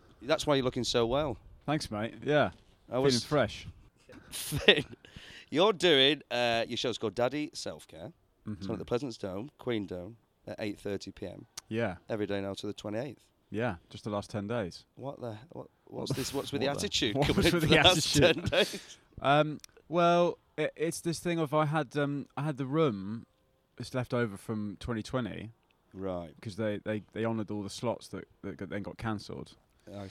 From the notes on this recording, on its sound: sits down in the windiest area in Edinburgh